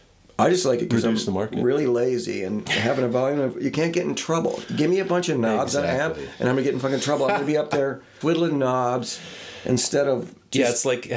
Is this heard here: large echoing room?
no